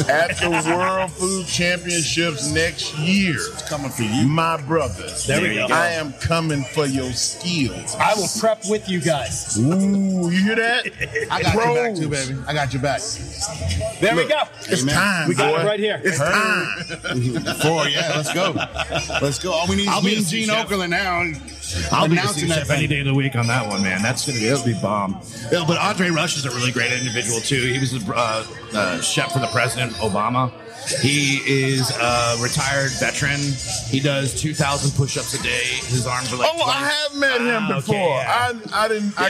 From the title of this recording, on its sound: Live From The World Food Championships